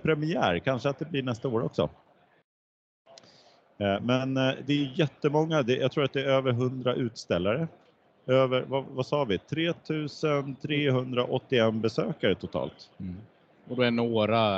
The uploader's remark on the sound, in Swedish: Veckans avsnitt är inspelad på Data Innovation Summit 2023.